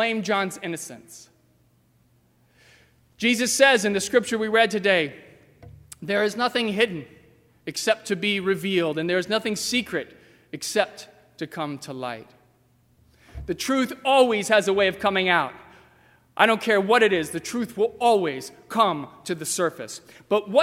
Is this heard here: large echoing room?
yes